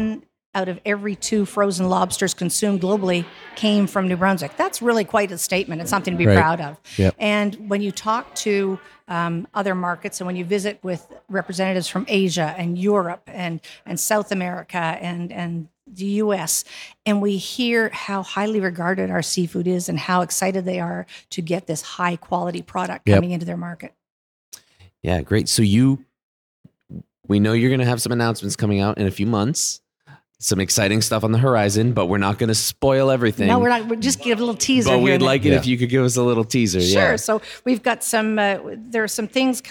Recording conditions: busy venue